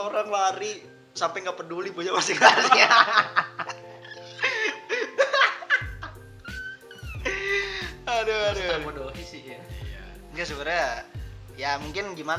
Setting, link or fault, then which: fault, background noise